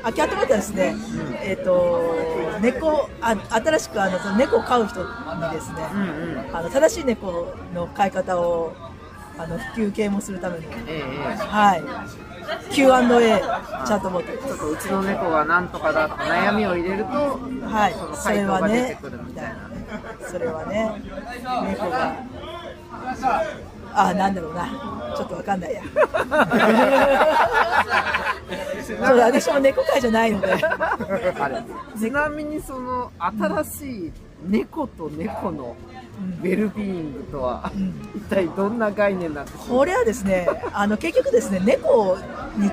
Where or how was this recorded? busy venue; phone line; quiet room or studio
busy venue